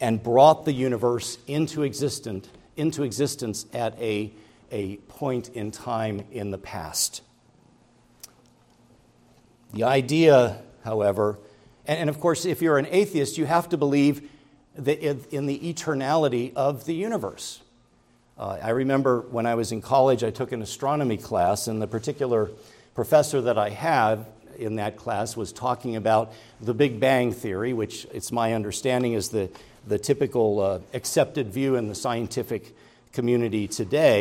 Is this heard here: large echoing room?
yes